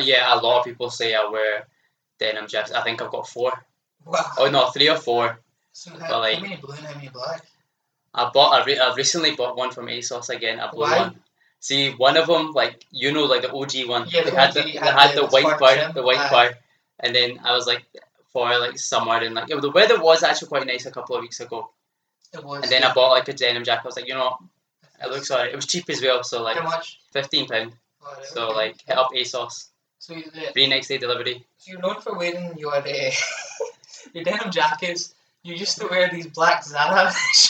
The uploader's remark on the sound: Sorry for the audio quality of this episode.